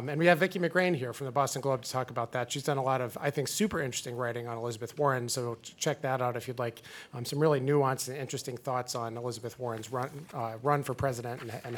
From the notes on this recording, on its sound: We're LIVE from WeWork at 1 Beacon!